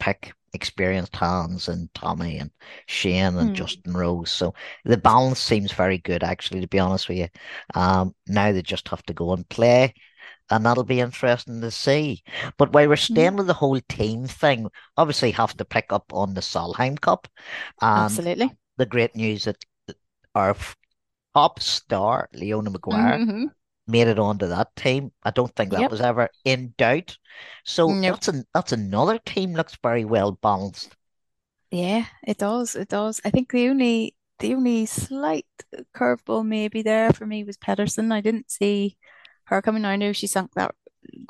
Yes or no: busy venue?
no